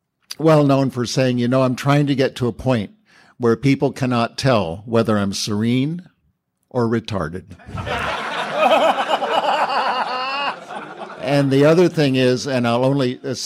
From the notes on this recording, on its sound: Laughing At Recovery - 2017 Newark Conference. This share comes from the 2017 Newark NJ Conference.